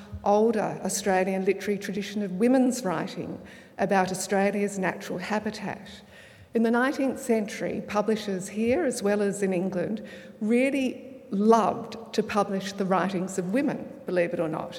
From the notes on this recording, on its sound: THIS SYDNEY IDEAS LECTURE TOOK PLACE AT THE UNIVERSITY OF SYDNEY ON 27 October, 2013.